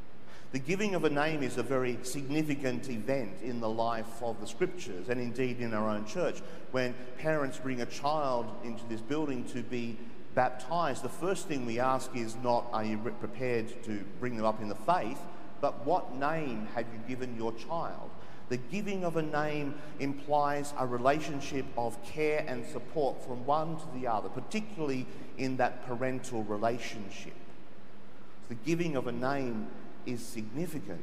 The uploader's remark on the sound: The homily from Sacred Heart Cathedral, Hamilton